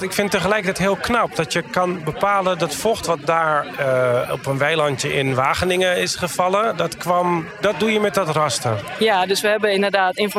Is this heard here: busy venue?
yes